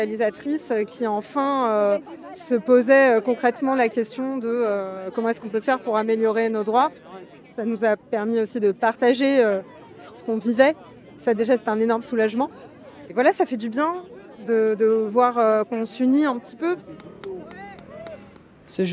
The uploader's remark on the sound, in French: Épisode spécial, en extérieur, enregistré le 19 décembre dernier à l’occasion de la mobilisation des travailleur.euses de l’audiovisuel devant le ministère de la culture. J’ai interrogé des monteurs et monteuses mais aussi des réalisateurs et réalisatrices, sur les raisons de la colère.